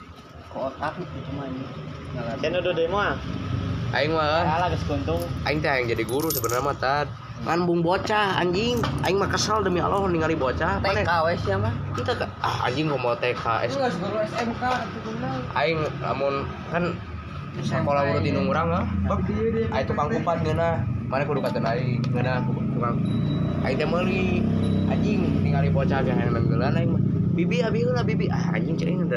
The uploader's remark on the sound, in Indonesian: Pinggir jalan. Audio nya jelek banget.